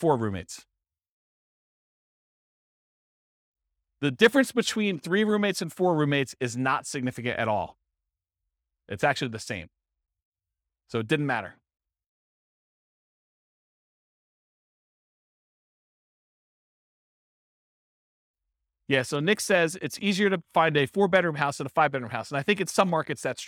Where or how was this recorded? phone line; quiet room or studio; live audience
live audience